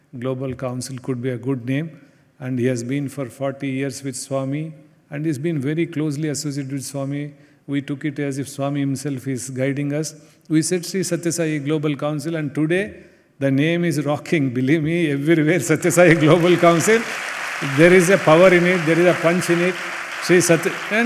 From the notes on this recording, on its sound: Address during the Center Leaders Conference in Prasanthi Nilayam.